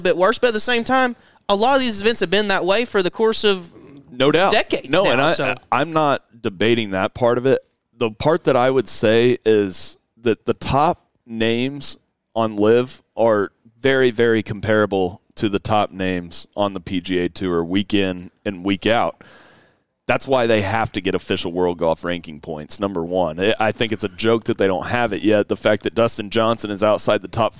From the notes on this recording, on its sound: LIVE FROM JIMMIE AUSTIN!